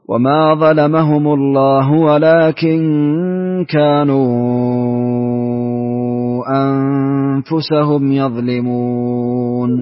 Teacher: بعد ذلك سنعطف حمزة بإشباع المد المنفصل